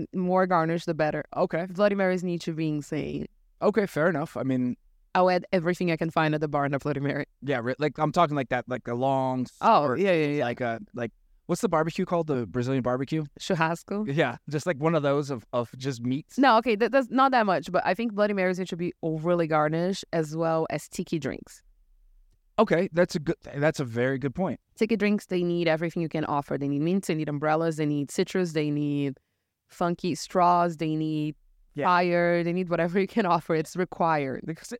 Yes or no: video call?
no